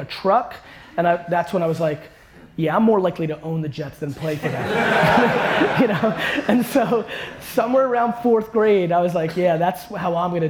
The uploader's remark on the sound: This keynote I gave at CUNY City College